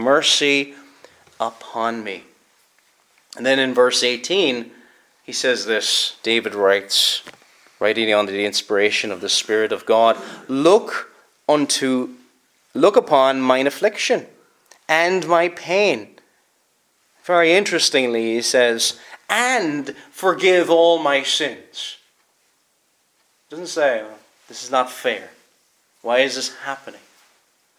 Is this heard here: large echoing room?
yes